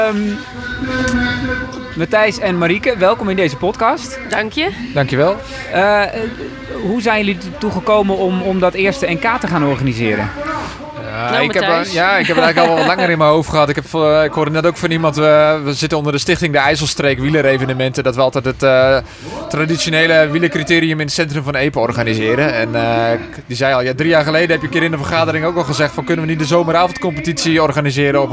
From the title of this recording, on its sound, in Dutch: Live vanuit Epe bij het eerste officiële NK Gravel